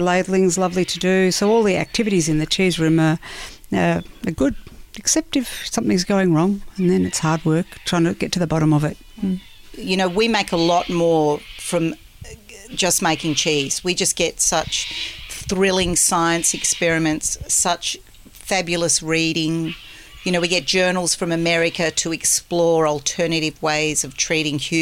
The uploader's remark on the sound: We sat on the deck at Sutton Grange Farm with their kelpie and a pot of tea.